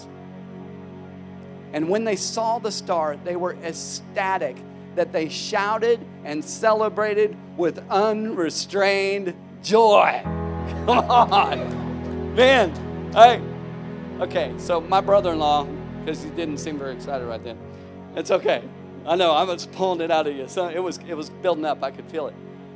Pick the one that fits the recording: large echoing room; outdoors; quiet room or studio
large echoing room